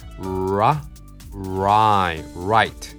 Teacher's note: 出だしの R、ね、ここを頑張りましょう。下引いて唇丸めて、うー。